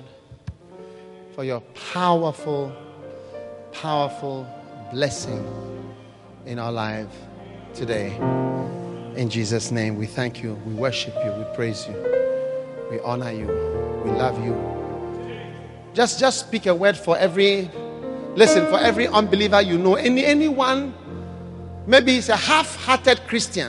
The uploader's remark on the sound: Preached at the Tuesday Service, Qodesh, February 2013.